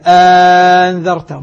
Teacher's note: حولت الهمزة لحرف مجانس لحركتها أأنذرتهم، هذا إبدال.